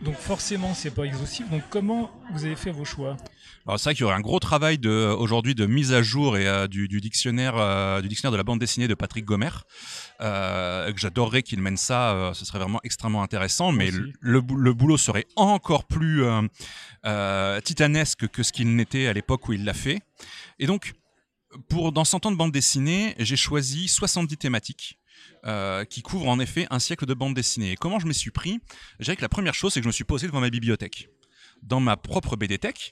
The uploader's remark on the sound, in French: Lors de la dernière édition du festival Quai des Bulles à Saint-Malo.